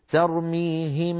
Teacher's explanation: فلما أقول ترميهم هل سمعتم صوت الغنة؟ بقي مستمرا مع الميم